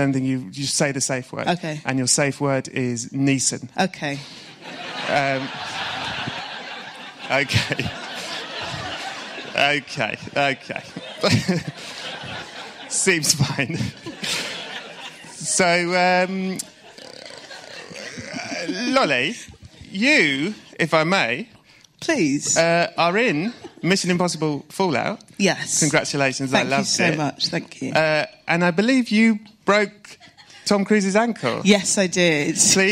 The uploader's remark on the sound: This whole meeting takes place LIVE within the plush confines of the South Bank’s BFI! This is the second live Films To Be Buried With so far.